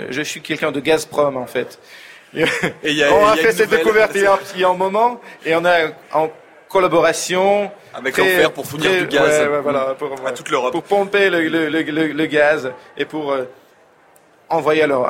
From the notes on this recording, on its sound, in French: Emission en direct du Salon Livre Paris 2019.